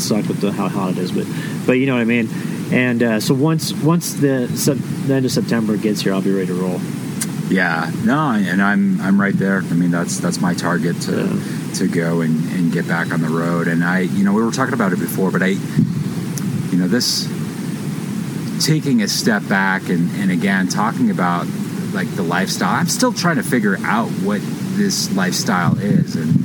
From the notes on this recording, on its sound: had a chance to record a podcast from camp just north of Crested Butte